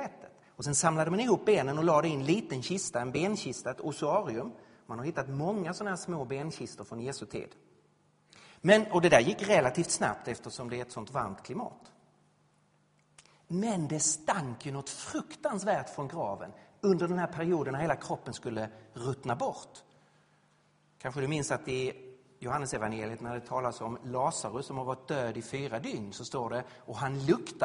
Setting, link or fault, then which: setting, large echoing room